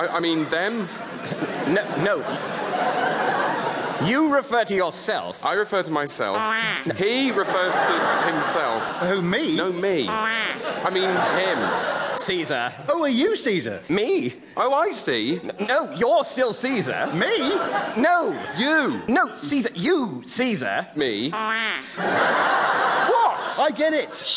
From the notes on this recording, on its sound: performing in front of a live audience